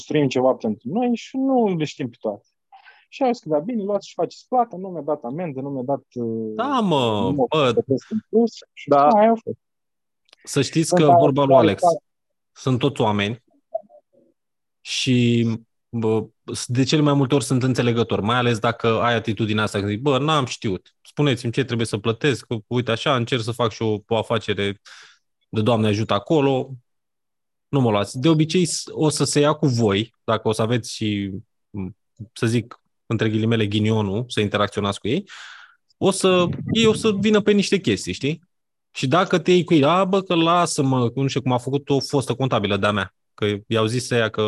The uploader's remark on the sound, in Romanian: Conferinta Zoom Saptamanala EcomSchool